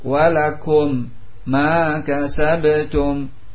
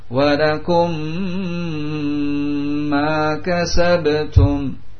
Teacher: mim sukun dengan mim berharokat, dihilangkan mim yang pertama dari segi pengucapannya · Shown in: second take · dari segi pengucapannya, karena dimasukkan pada mim yang kedua dengan diwakili oleh tasydid.